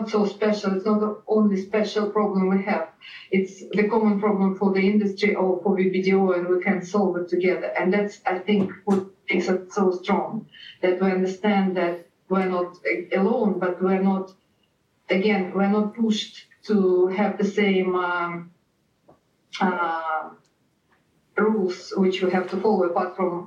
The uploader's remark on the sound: Skype audio from Russia is tricky, but hang in there!